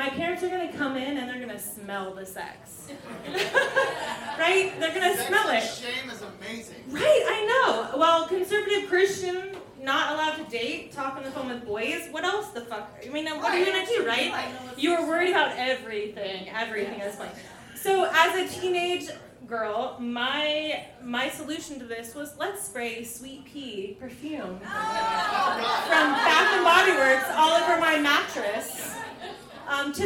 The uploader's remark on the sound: A selection of stories told on stage in 2022. Goes south is a live storytelling event out of Charlotte, NC. This podcast combines audio recordings from these live events. Goes south live events take place on the 3rd Tuesday of the month at Petra's in Historic Plaza-Midwood, Charlotte, NC.